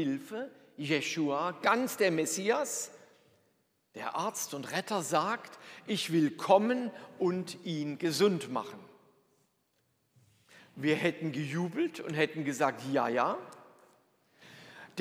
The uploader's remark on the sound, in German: Predigt aus der Lutherkirche Plauen